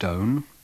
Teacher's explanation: the vowel of mouth and so on, with a rather central starting point